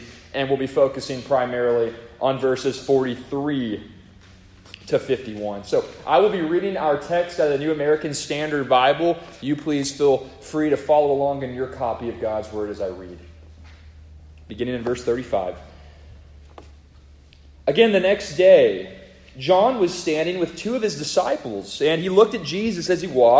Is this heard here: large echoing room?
yes